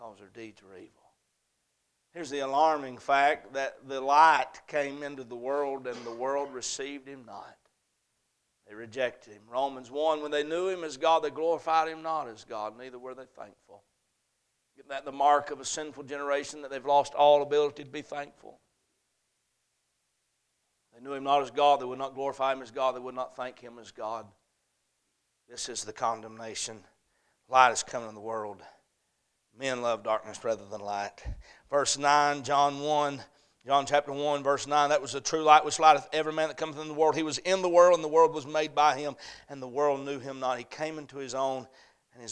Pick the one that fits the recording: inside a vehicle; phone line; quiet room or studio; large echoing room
large echoing room